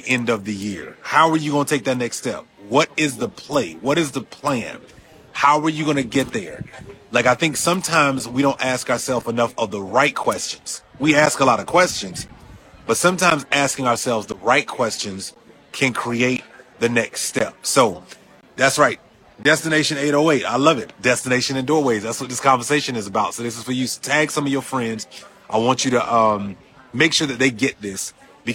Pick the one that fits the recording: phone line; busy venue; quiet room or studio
busy venue